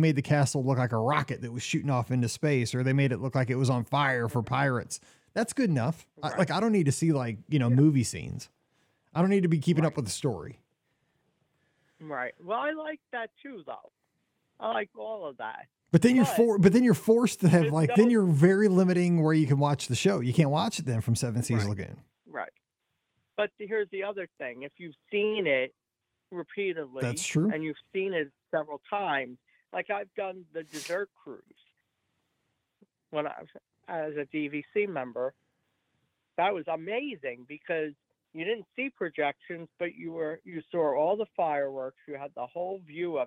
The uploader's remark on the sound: This is the Live Call-in Show from this past Sunday night, April 23, 2023!